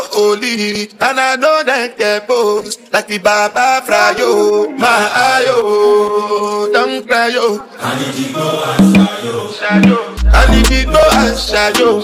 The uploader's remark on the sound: Live at The Manhattan July 15th 2023